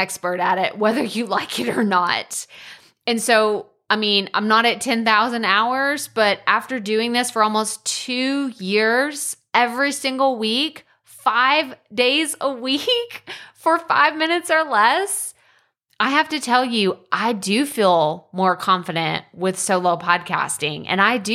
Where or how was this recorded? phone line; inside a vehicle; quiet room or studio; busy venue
quiet room or studio